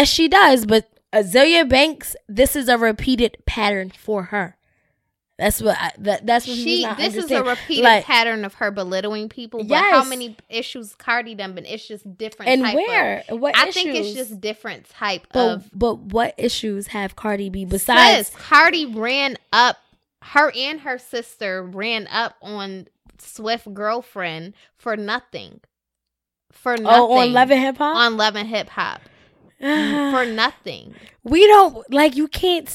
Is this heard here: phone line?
no